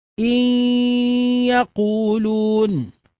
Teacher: إن يقولون، نلاحظ أن النون أدغمت في الياء فأصبح الحرفان ياء واحدة مشددة لكنها مع الغنة. نلاحظ وجود الصوت الذي يخرج من الخيشوم مع النطق بالياء